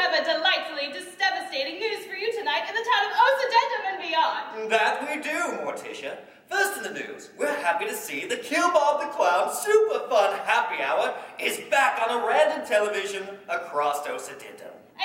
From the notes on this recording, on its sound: In our first ever live show. LIVE from BransonCon 2019. Our first experience in recording a live podcast episode came with some learning challenges and curveballs: sound equipment left much to be desired. Branson, Missouri.